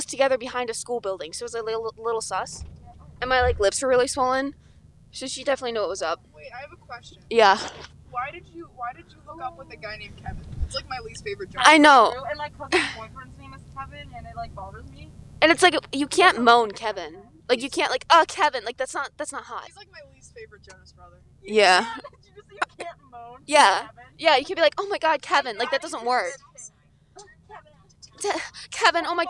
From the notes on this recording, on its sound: CAR CHAT (...with guests!). We take our whole a$$ mic setup into Wegmans.